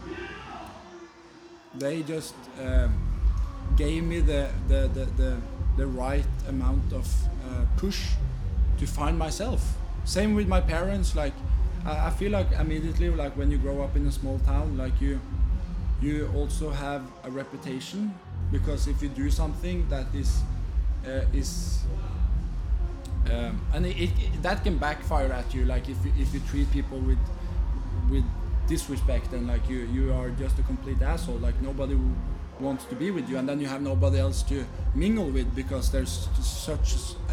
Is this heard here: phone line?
no